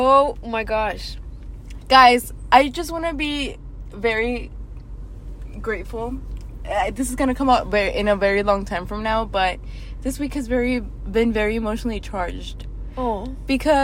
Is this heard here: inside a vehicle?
yes